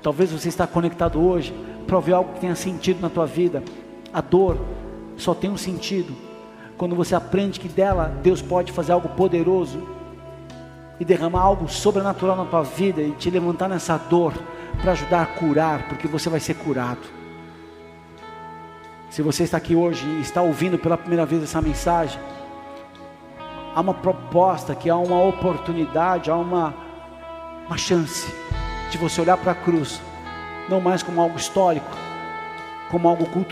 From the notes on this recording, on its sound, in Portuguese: Áudio extraído do culto da Igreja Bola de Neve Porto Alegre.